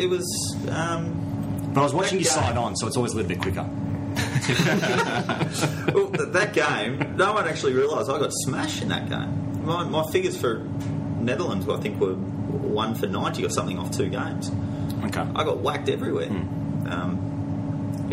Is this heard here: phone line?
no